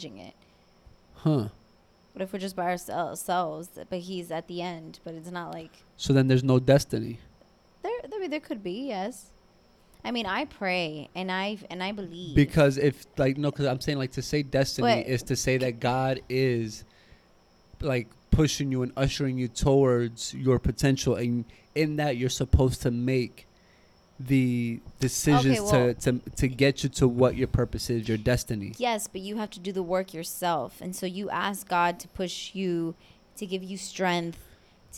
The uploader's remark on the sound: record on their balcony outside